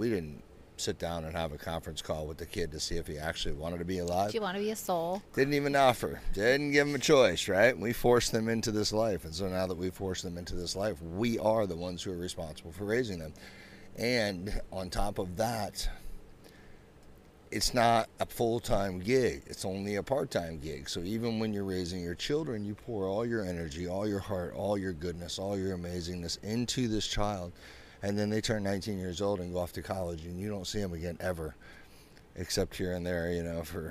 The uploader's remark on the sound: This week we recorded while #vanlife-ing it in the beautiful town of Tarpon Springs on the West Coast of Florida.